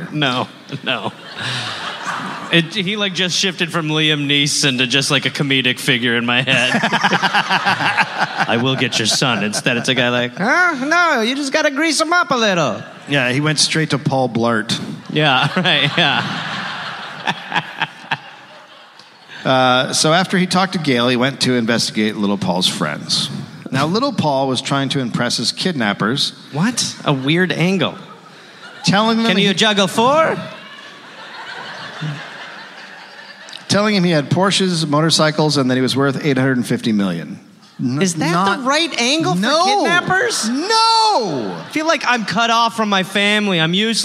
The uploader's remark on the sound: recorded live in Minneapolis